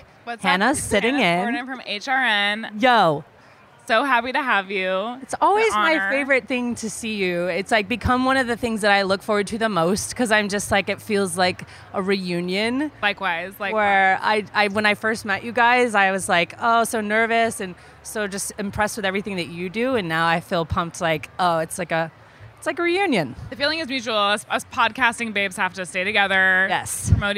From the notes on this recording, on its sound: Took over the mic for this special segment from Charleston Wine + Food.